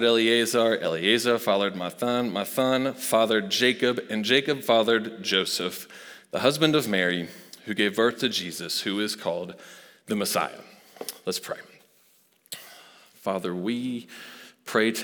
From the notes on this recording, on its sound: Recorded live at Long Hollow Church.